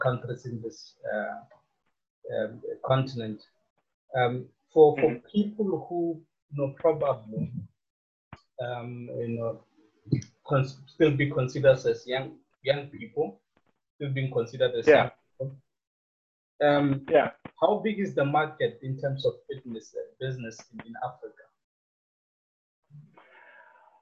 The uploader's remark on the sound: Note the audio was captured from Zoom video call and sound quality may be poor.